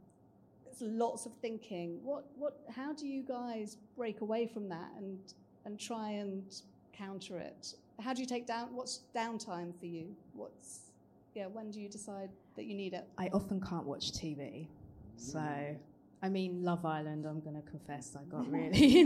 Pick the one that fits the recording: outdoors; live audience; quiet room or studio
live audience